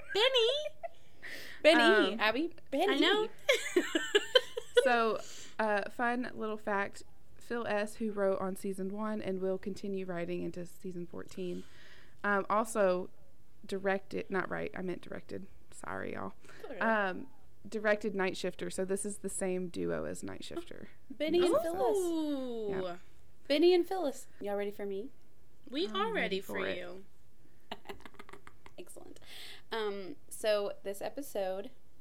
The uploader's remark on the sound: Sorry about the wind chimes.